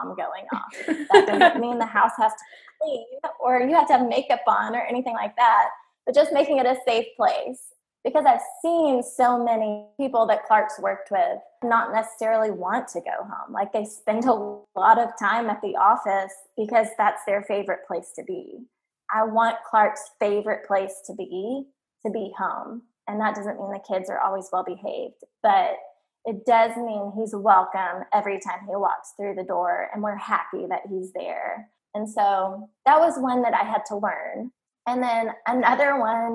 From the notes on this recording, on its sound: Due to COVID19 and online recording, sound quality is a work in progress.